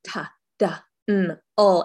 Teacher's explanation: It's not touching the teeth. It's a couple millimeters behind the teeth. It needs to touch our alveolar ridge